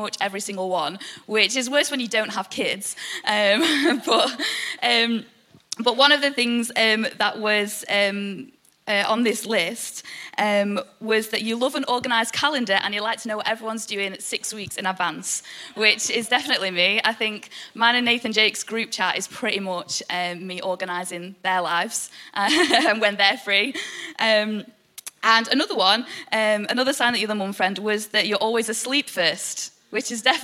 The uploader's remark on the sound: EP Launch Night. IKON Church. Recorded live at the Chesterfield Campus this is the message from the evening service.